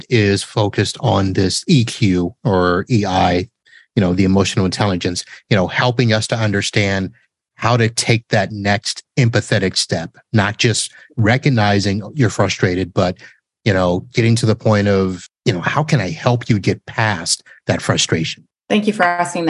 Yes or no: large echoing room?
no